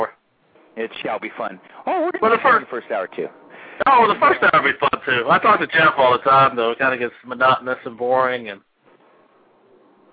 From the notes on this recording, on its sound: a very special "call in" guest